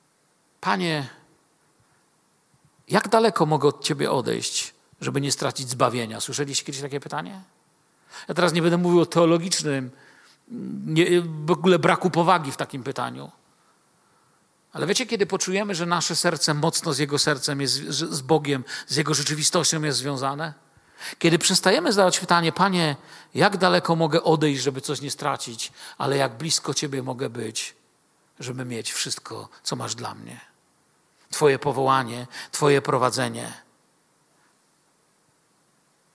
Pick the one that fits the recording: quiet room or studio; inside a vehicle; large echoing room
large echoing room